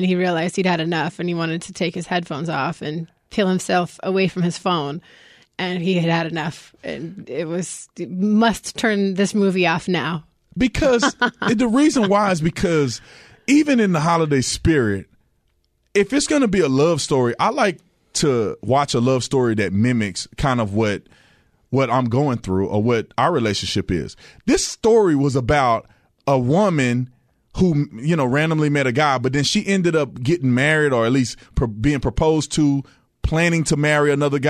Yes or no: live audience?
no